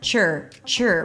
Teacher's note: Bring the tongue up immediately for the R, chur.